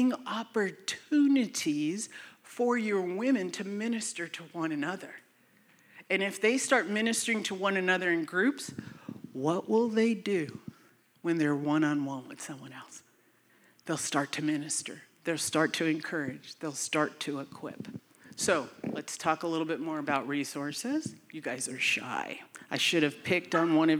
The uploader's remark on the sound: We are sharing content from the Breaking New Ground live event from October 2022. This episode was from a breakout session.